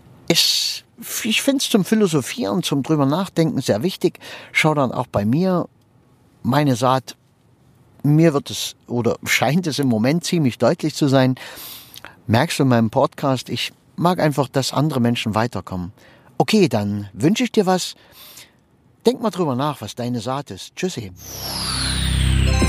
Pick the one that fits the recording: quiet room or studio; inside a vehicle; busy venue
inside a vehicle